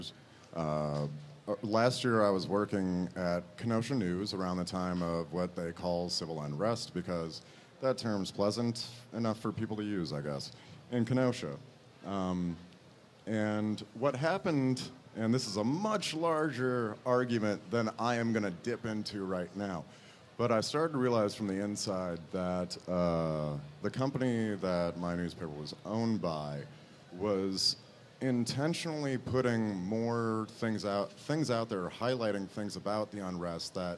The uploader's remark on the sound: LIVE from the FINAL Wizard World Chicago